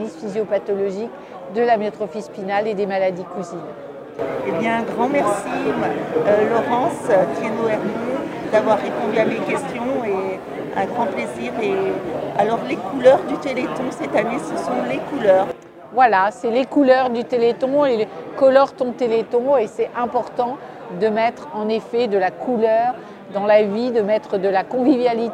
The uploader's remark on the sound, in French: Elle a animé une conférence–débat à Joué-lès-Tours, Salle Jacques Brel.